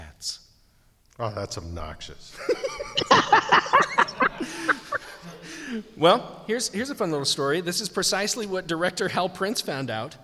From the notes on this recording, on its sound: Records this episode before a live audience at the Community College of Denver .